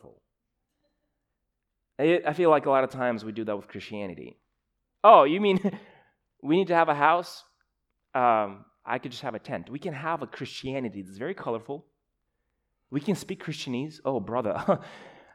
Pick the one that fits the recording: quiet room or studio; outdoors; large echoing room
large echoing room